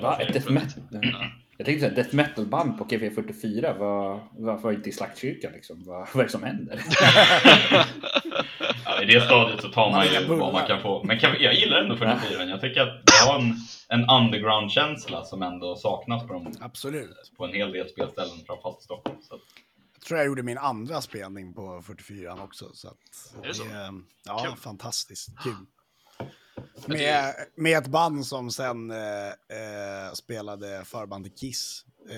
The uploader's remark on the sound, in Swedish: Vi ber om ursäkt för att ljudet inte är on point, men vi hade helt enkelt inte tid att fixa det och har precis bytt plattform för att spela in på.